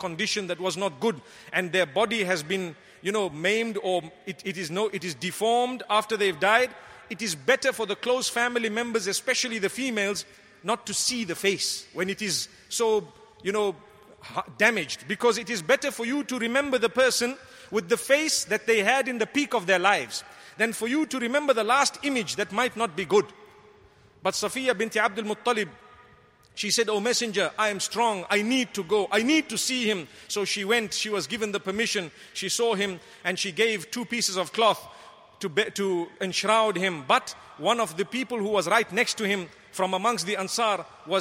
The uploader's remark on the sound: Delivered at Tuanku Mizan Zainal Abidin Musjid 15 Ramadan 1435/2014